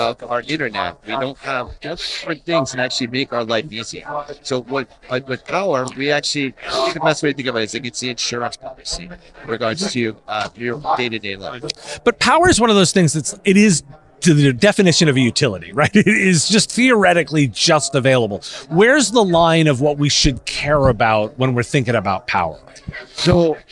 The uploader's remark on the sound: Recorded at IT Nation Connect 2023.